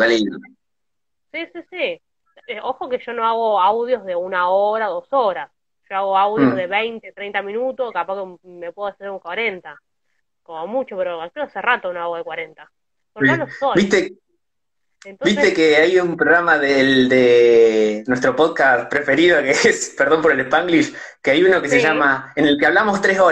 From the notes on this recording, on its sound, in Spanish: Fue realizado en directo por Instagram